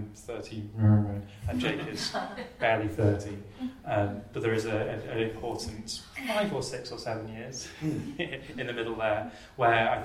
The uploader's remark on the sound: In this live conversation recorded at the book's launch at the Korean Cultural Centre.